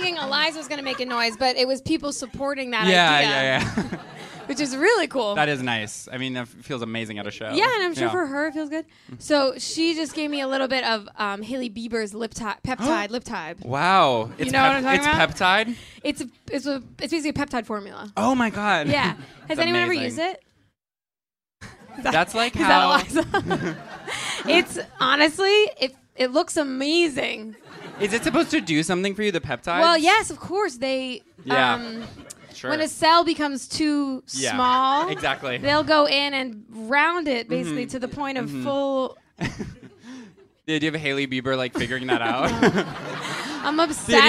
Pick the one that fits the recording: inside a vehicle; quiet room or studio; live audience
live audience